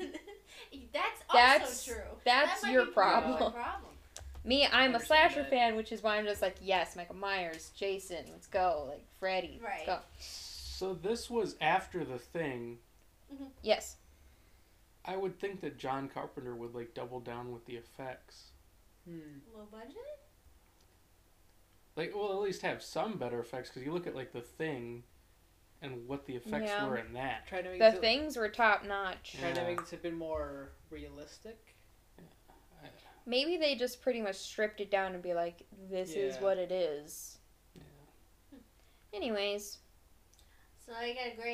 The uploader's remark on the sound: It's like you’re watching a movie with your friends! We tried to block out the movie as best we could but, any and all background sounds or music from the movie belong to the creators.